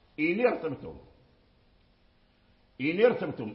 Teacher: النون متحرك إلي باشر الراء اتصل بالراء فحذفت الهمزة همزة الوصل